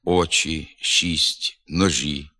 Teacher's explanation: У літературній мові шиплячі виступають напівпом'якшеними тільки перед «і»